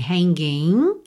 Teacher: O G, final de hanging, não é pronunciado, certo? Você termina o som mesmo no N. Hanging. E aí você pode usar esse N já para juntar, hanging on, hanging on, tá?